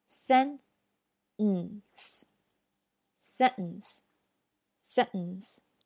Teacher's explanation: 舌尖碰上牙床，然后就待在那儿就不动了，然后通过鼻音出“嗯”的这个音